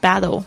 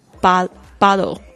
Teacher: 夹在两个元音之间呢，它会弱化成好像介于 t 跟 d 之间的这种浊音